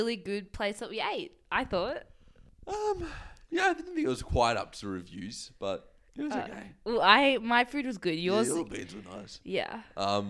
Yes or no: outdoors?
no